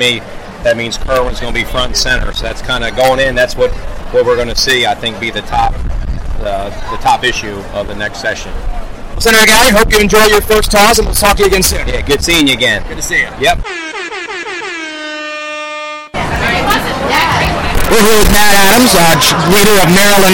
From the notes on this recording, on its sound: Red Maryland Radio Special Edition from the Tawes Clam Bake. Millar Tawes Crab and Clam Bake.